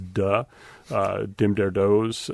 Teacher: The what we call stopping, so the TH sounds not being pronounced as th and the, but as duh, dim der does type things